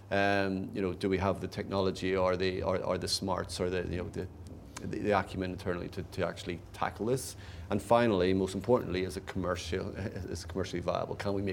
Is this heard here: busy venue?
yes